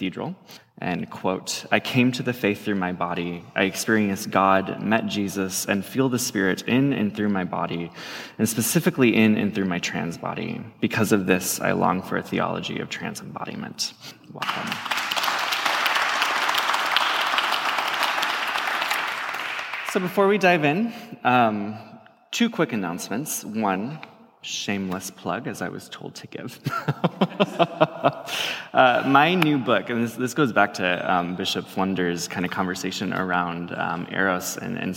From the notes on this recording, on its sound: In front of a live audience. This episode was recorded during SpiritPride 2019 at Christ Church Cathedral in downtown Vancouver, BC.